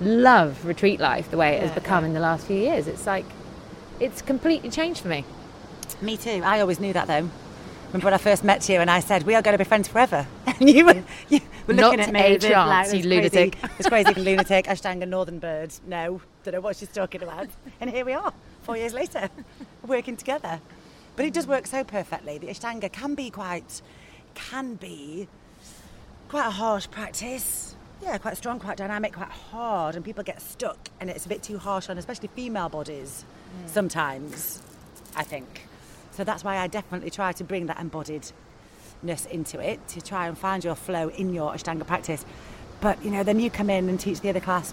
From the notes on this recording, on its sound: Take a trip with us to Sa Trinxa today. On the beach for an end of retreat season special.